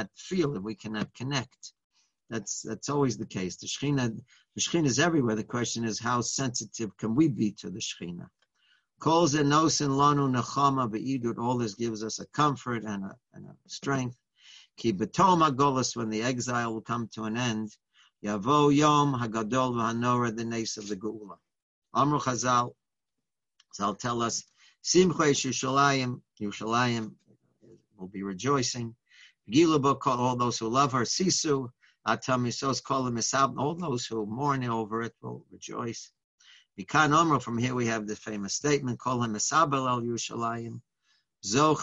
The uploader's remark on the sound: Live On Zoom